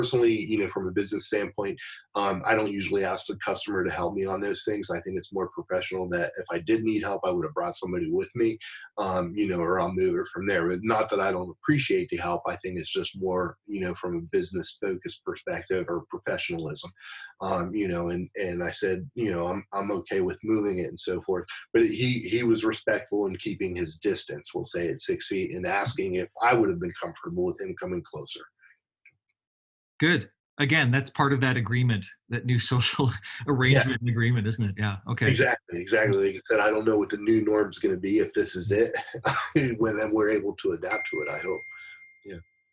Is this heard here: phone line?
no